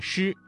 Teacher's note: 舌尖要翘起，靠近硬腭后部，形成狭窄的通道，气流通过时啊，不形成完全的阻塞 · Term: 翘舌音